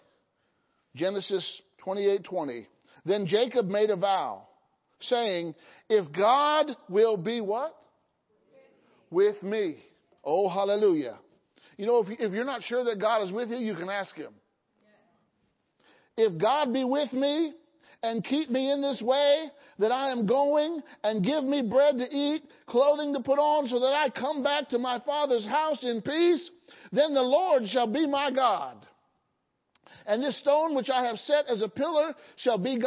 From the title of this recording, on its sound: Sunday Morning Service